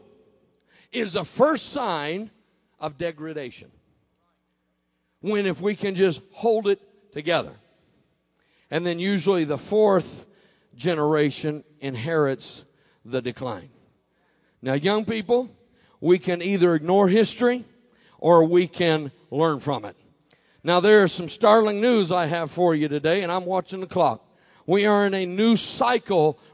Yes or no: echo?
no